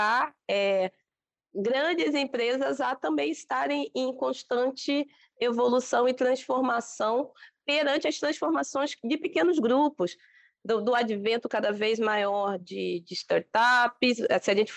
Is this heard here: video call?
yes